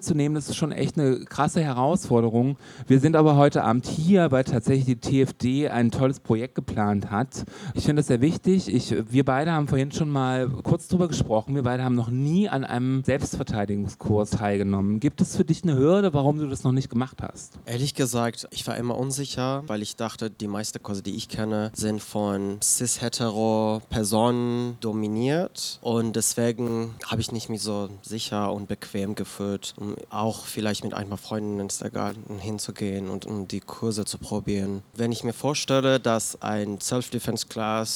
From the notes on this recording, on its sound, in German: Live aus der Pepsi Boston Bar im SchwuZ